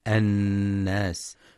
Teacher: ولغنة النون المشددة في الناس، فهي أكمل ما تكون